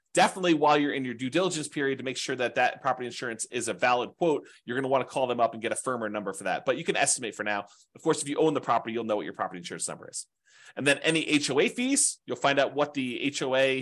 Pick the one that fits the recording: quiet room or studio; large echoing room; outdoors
quiet room or studio